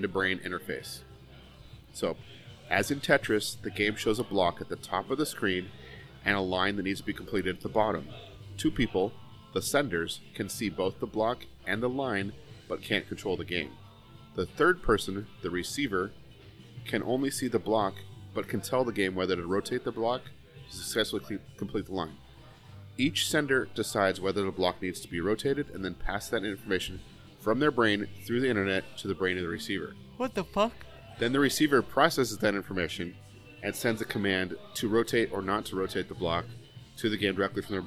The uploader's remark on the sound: This week we're live from a local taproom